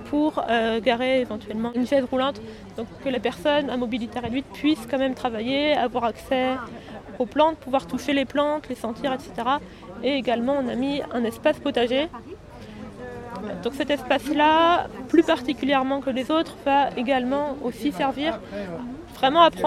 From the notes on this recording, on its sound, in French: Visite d'un jardin thérapeutique. C'est au coeur de cette installation que je l'interroge. Cet épisode a été enregistré au cours du salon Jardins, Jardin, organisé chaque année le premier weekend de juin.